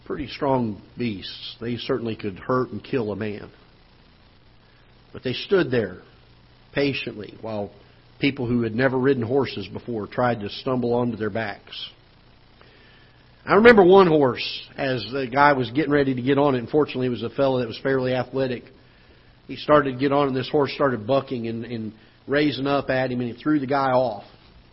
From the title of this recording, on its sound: Ketha Heights Baptist Church ~ Live Broadcast